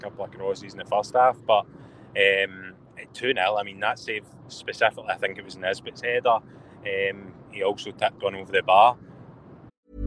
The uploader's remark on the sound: Live from the M8 as they cover two games in one day!